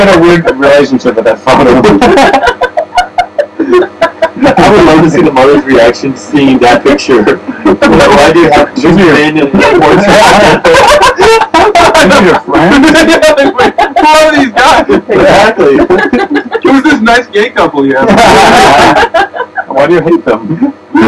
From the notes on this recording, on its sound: Alert: This week's podcast is of compromised sound quality.